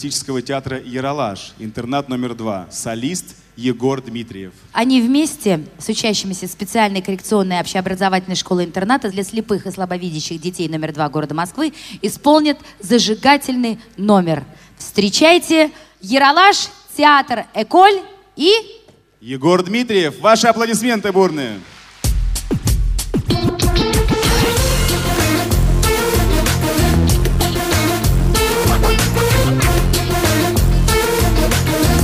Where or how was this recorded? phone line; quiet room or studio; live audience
live audience